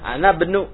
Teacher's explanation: Ana benu karena itu hamzah wasal, hamzah yang dibaca langsung.